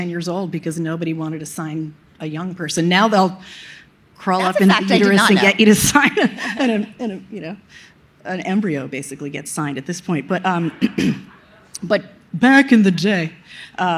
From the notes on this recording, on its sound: Recorded on March 2, 2022 at the Upfront Summit.